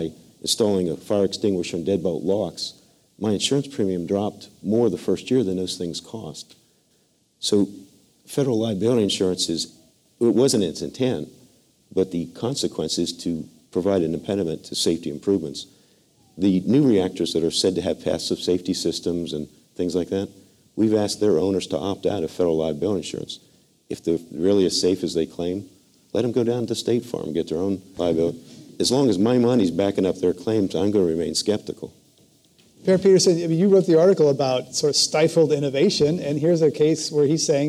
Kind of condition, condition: setting, live audience